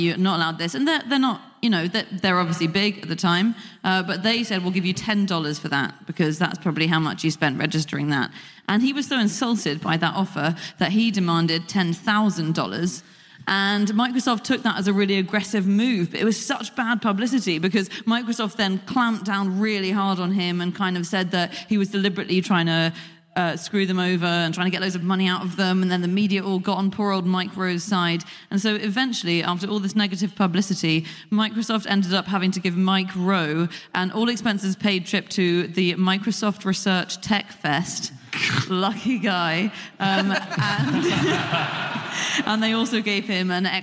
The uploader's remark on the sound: Live from Liverpool